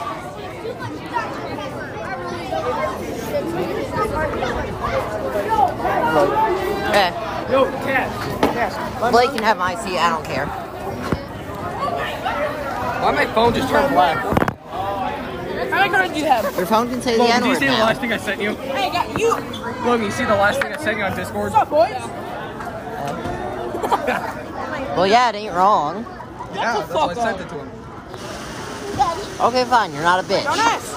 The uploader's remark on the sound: The school had an event in January and this dumbass decided to record.